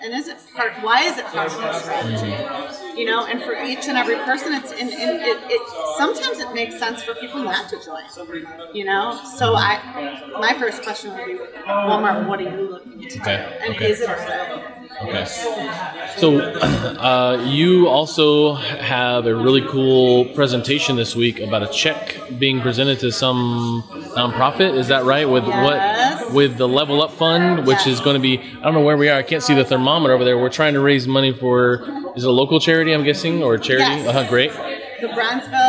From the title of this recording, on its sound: Live From EsportsNext